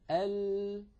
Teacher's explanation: حافة اللسان هي التي تقرع منطقة اللام ال قد كتب على اللوحة أن اللام تخرج من أدنى حافتي